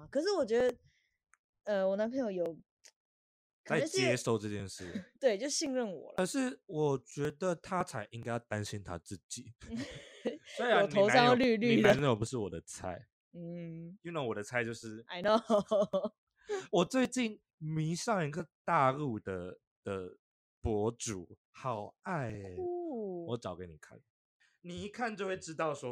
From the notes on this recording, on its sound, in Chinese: (BETA中可能音質很差)。第一次錄音偏緊張，在此也呼籲大家不要用網頁式錄音軟體，音質爛到^^，我明明就有買麥克風。